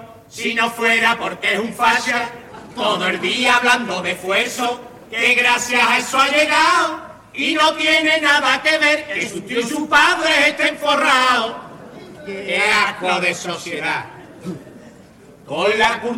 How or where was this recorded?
live audience